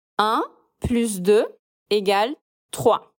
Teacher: Quando a gente estiver se referindo à adição, à continha matemática mesmo, sempre falamos o S do plus.